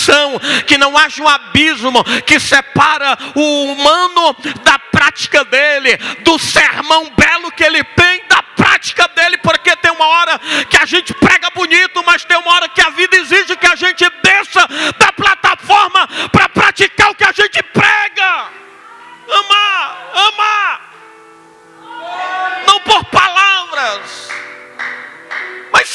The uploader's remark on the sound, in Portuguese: Gravado dia 20/12 no Ministério Quero Viver em Fortaleza